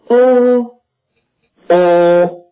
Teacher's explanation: 这是一个长元音，发音的时候舌后部一发哦的时候要抬得略高一些